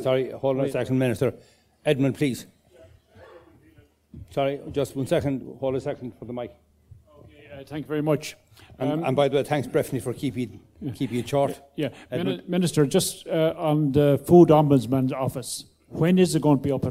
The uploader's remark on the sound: At the Beef2022 Open Day. This Beef Edge bonus episode is a recording of that question and answer session.